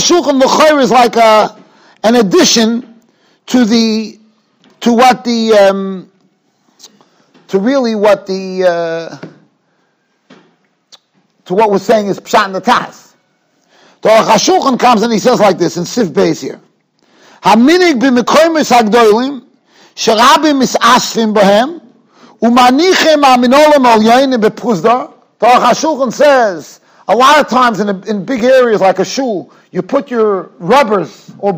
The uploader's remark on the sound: Shiur recorded in Yeshivas Ohr Reuven, Monsey, NY.